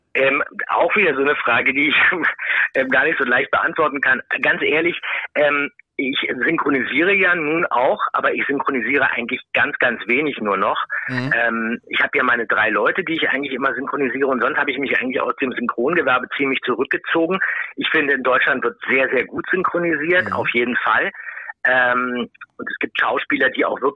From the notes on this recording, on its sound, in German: der uns am Telefon gerne und bereitwillig unsere Fragen beantwortet hat